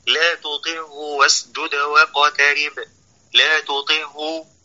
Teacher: بعض الناس يدغم العين في الهاء ويقول لا تطعه واسجد واقترب، لا تطعه، لا يبين العين بيانا ناصعا واضحا ساطعا.